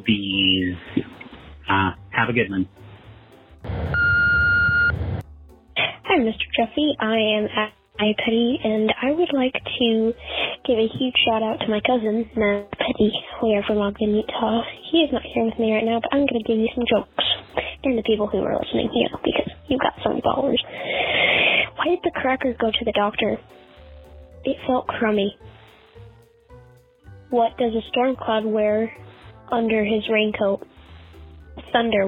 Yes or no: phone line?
yes